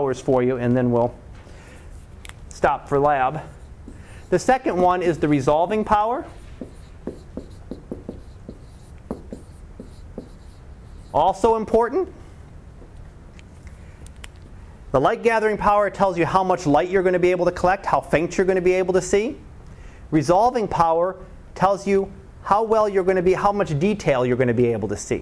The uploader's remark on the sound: Live Class Lecture